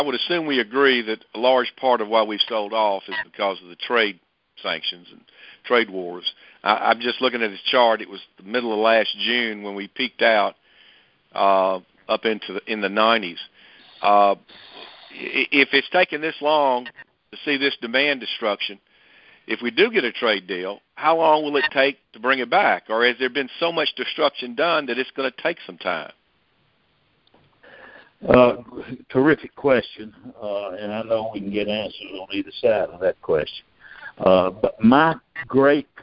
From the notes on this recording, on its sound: Monthly Conference Call On Cotton.